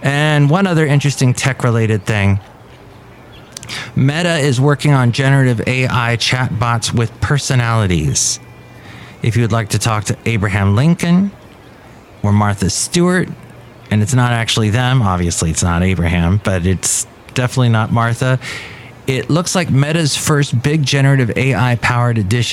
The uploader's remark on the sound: Podcasts live from Café Anyway.